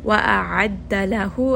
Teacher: ayn is going to be from the middle of the throat